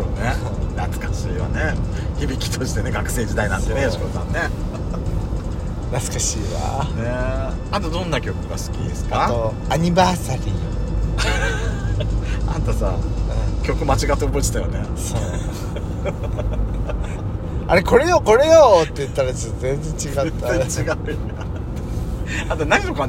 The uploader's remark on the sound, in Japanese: ドライブ収録 #ロードノイズごめんね